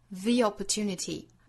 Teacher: The 这个 THE 呢，我们要注意后面遇到元音了。The 的发音变成 The opportunity 这两个音连读的时候呢，有一个小小的耶的音衔接